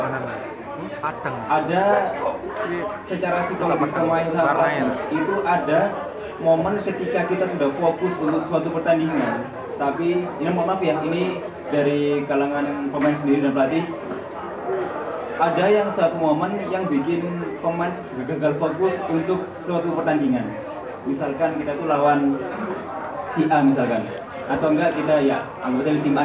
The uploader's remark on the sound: Live Talkshow at SJC